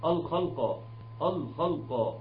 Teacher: في حرفين مفخمين هيتحول باقي الحروف معاهم، انما عاوزينها مرققه